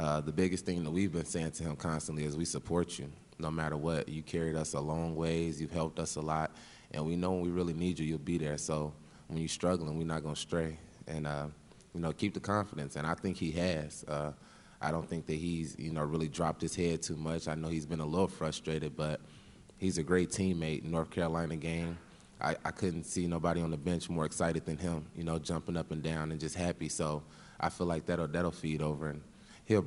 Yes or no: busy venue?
yes